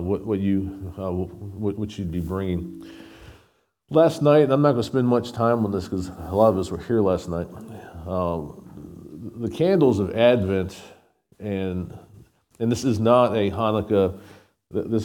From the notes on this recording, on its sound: SVBC Morning Service. Recorded at Shenandoah Valley Baptist Church on Dec 24, 2023.